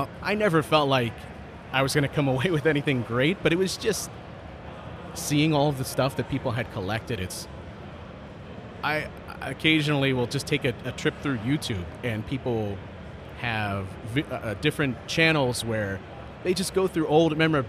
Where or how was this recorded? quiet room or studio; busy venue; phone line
busy venue